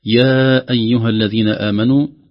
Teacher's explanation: هذا المد الجائز المفصل ونمده في حفص 4 حركات